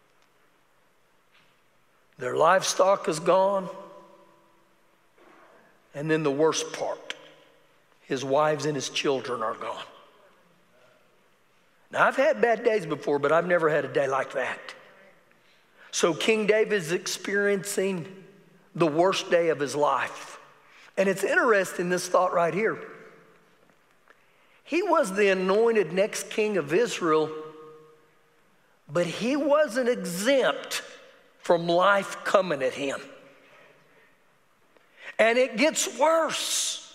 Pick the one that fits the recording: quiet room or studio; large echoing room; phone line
large echoing room